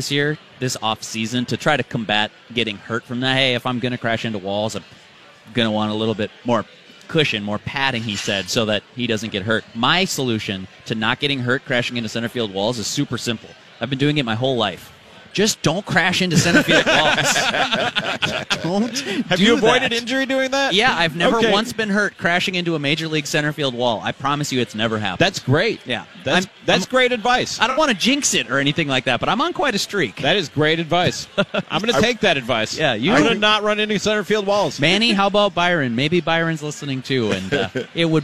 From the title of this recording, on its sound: LIVE from Kieran's Irish Pub